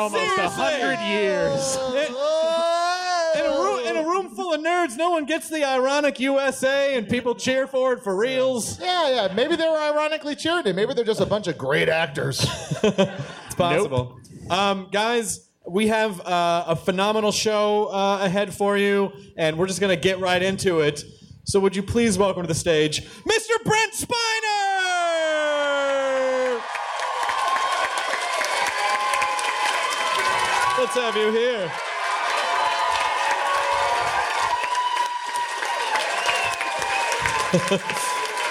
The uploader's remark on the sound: The guys interrogate each other live in Phoenix, Arizona!